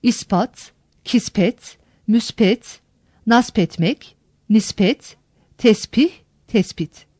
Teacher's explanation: Alıntı kelimelerde S ünsüzünden sonra gelen B sesi ünsüz benzeşmesine uyarak P'ye dönüşür ve P ile yazılır. · Term: B, P değişmesi